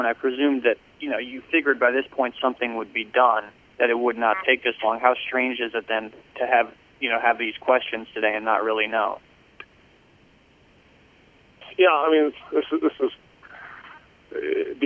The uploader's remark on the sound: Conference Call. Jets WR Returns to the Facility and Speaks with the New York Media.